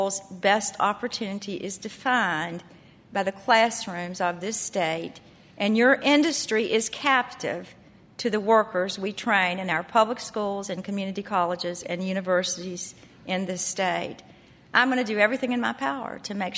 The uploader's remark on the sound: Conference Audio